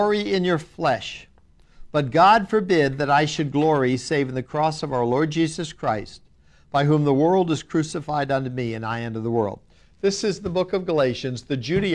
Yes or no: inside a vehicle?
no